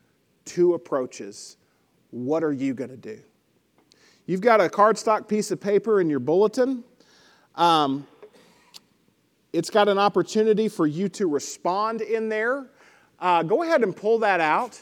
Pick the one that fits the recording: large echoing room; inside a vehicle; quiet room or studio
large echoing room